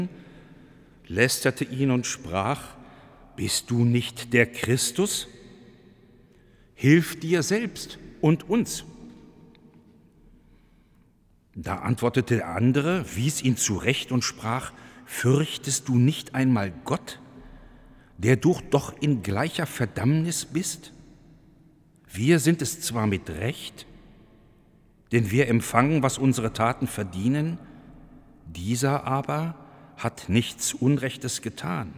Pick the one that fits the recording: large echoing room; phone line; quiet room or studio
large echoing room